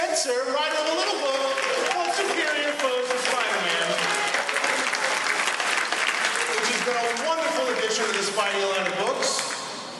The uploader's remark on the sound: New York Comic-Con ’13. Then they feature exclusive audio from the Superior Spider-Man and Friends panel with commentary.